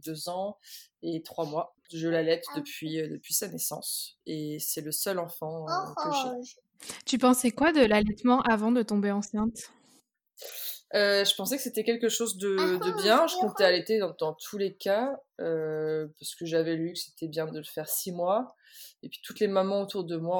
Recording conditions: poor sound quality